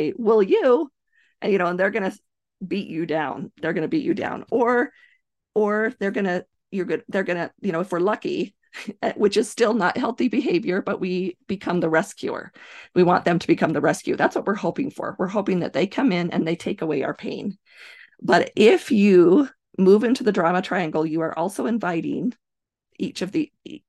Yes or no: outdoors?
no